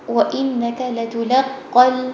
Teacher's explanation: قاف ہیوی ہے لیکن آگے پیچھے جو لام لٹر آ رہا ہے اس کو ہیوی نہیں کریں گے